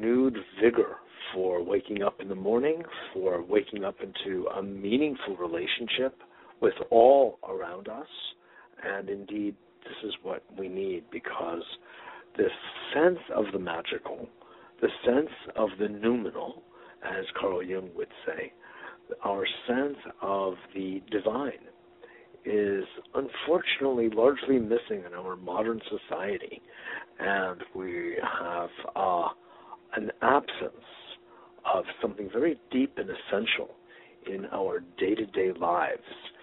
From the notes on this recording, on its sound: Today is a chance for listeners to call.